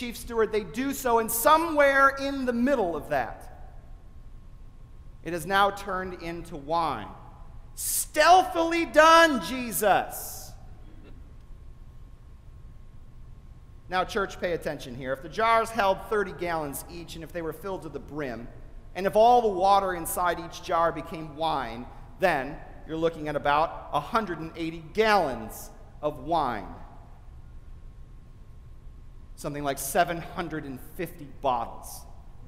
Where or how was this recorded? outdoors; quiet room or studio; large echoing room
large echoing room